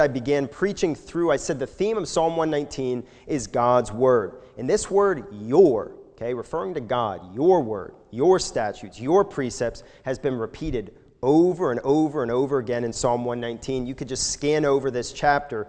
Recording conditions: large echoing room